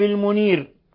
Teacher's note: الوقف على الراء من المنير يكون بترقيق الراء المنير لأنه قبلها ياء ساكنة